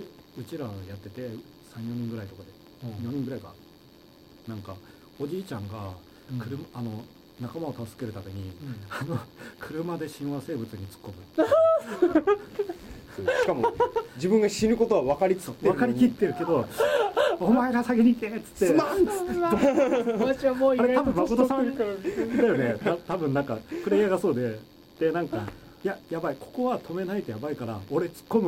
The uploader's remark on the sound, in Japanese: 相変わらず音質が悪く申し訳ないです。次の収録から録音環境を調整します。